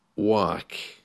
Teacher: in the word, work, the letter R doesn't really feature · Term: soft R